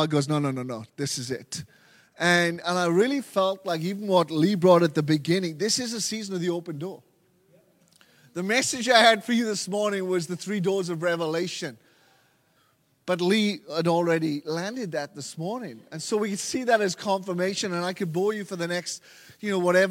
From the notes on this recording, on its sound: LIVE at Echo Church.